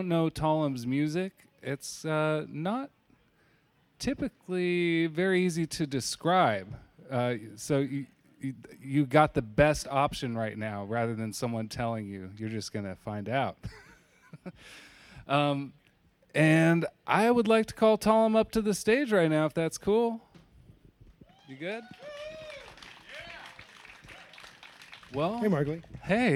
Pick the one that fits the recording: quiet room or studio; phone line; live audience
live audience